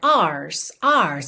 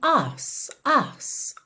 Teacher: Como eles não costumam enrolar o R, você não tem tanto aquela pronúncia ars, ars, e sim us, us · Shown in: second take